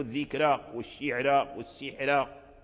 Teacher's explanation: الراء المرققة دخل شيء من الكسر